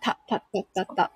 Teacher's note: タってちょっとベロに力を入れてから弾く音なんですね